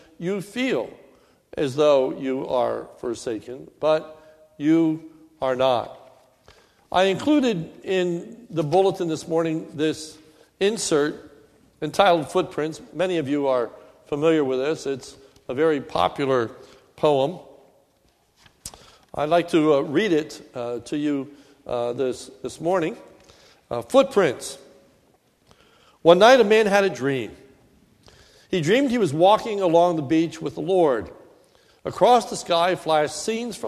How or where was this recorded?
large echoing room